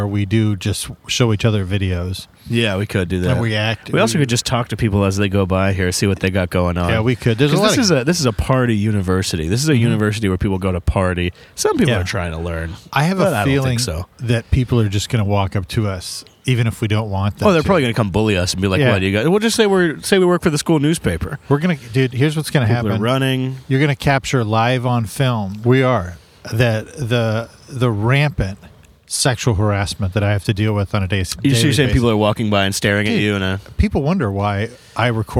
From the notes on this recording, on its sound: A solo episode with just the boys recorded cliffside in beautiful Isla Vista, CA.